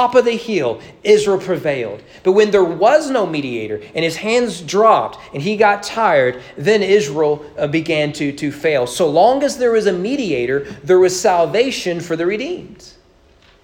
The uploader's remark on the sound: Sermon preached at East Frankfort Baptist Church during Sunday evening worship on April 10, 2022.